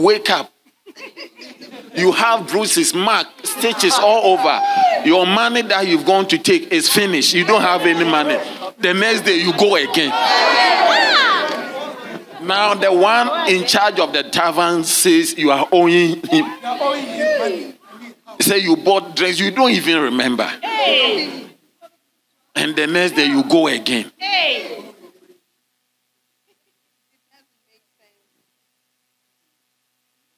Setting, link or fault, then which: setting, large echoing room